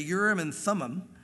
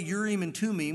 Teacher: instead of th, it's a t sound · Shown in: second take · So probably Urim and Tumim would be a better pronunciation if you want to be accurate.